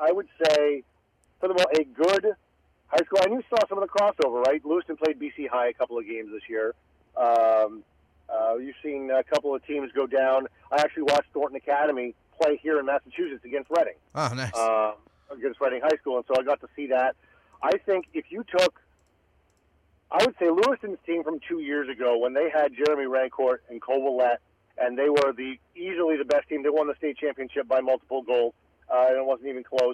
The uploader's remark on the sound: In-studio. Calls in as well!